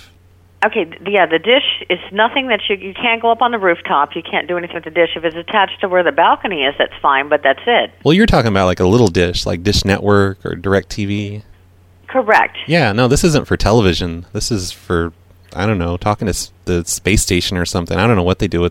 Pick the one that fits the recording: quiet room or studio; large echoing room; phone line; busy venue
phone line